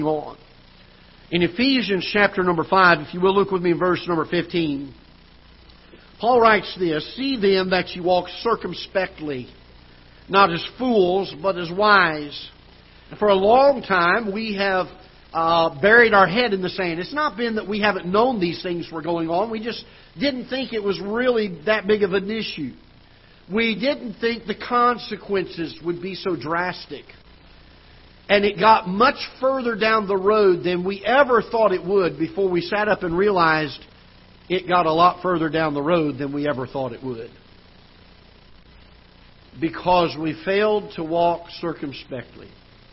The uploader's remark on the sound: Ketha Heights Baptist Church ~ Live Broadcast